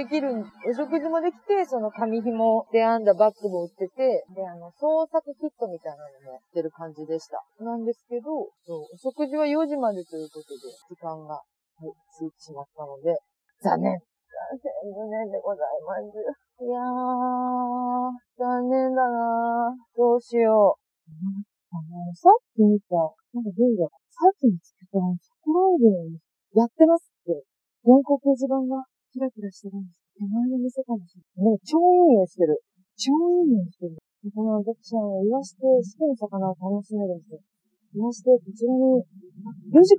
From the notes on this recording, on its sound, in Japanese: お散歩しながらの収録のため聞き取りづらい場面があると思いますがご了承願います